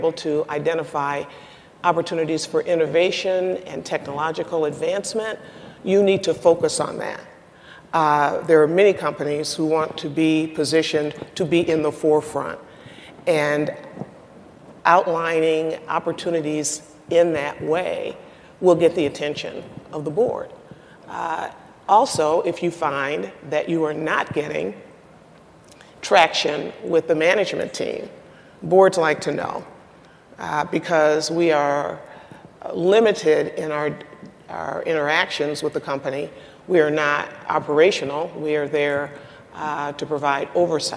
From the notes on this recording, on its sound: The best of live interviews from GreenBiz events.